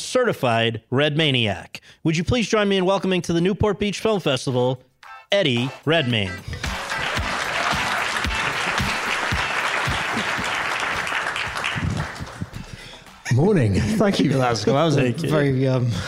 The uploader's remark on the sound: In front of an audience at the Newport Beach Film Festival.